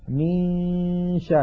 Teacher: من الميم ننتقل إلى مخرج الشين وننطق غنة من الخيشوم، فإذا انتهى زمن تلك الغنة نطقنا الشين